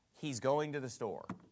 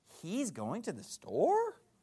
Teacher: We'll go up at the end for a question · Shown in: second take · right? Or we'll go down or whatever.